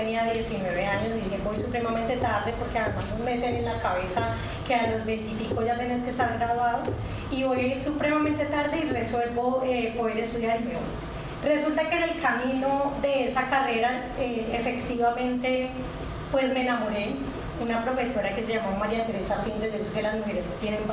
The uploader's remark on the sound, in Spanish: Este podcast es el audio editado de un conversatorio que tuvimos el jueves 12 de octubre de 2023 en el marco de la Semana por la Democracia en la Universidad Icesi.